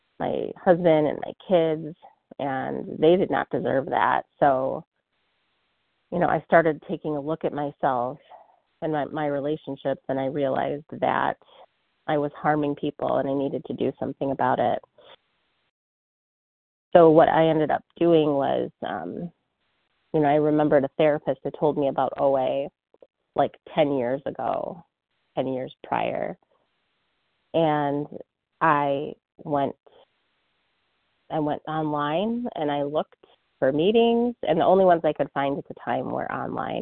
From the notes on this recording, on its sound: 100 Pounders Phone Meeting